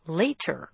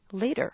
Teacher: In natural conversation, English speakers do not pronounce it later. They say later. It's almost like a D. · Shown in: second take · Pronouncing it with a very precise T sounds too correct.